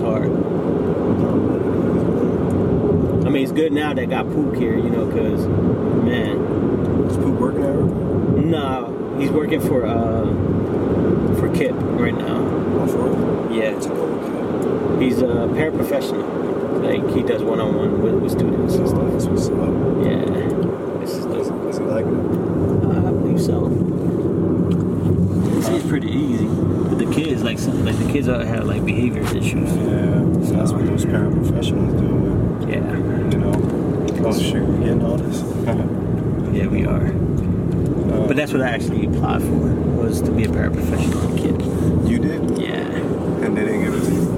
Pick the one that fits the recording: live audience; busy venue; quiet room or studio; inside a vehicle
inside a vehicle